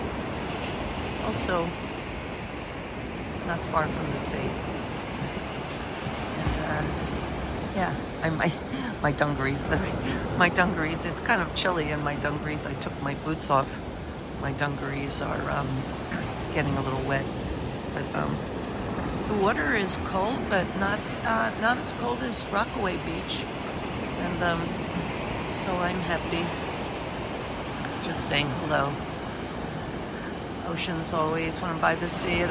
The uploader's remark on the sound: We are in a van driving from the sea in Pescara to the mountains. We are in a van driving from the sea in Pescara to the mountains.